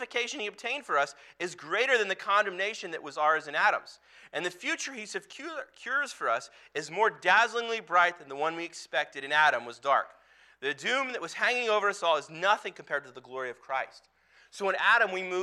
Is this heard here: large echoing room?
yes